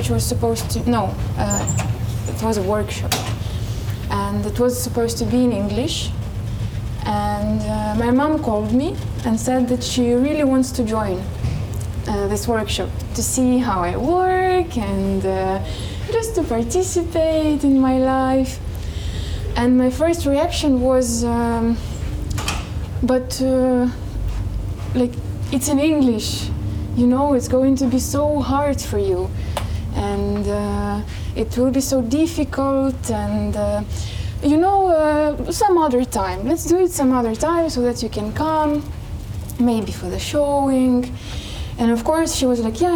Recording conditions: outdoors